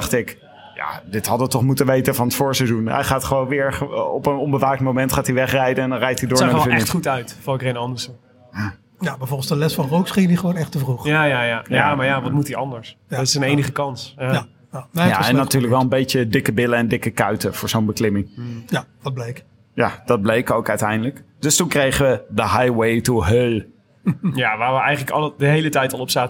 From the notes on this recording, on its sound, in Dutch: live vanuit Brewpub de Kromme Haring in Utrecht